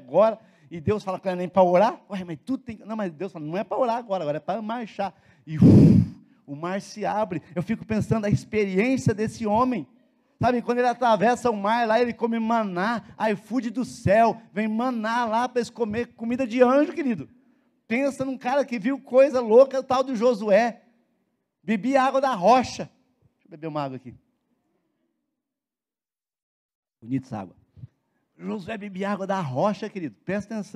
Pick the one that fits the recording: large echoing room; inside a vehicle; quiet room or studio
large echoing room